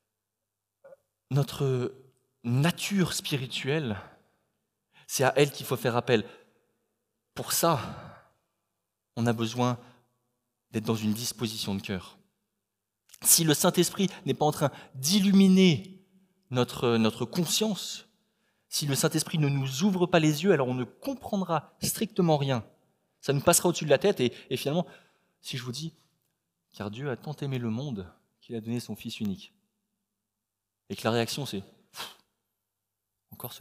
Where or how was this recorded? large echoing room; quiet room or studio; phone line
large echoing room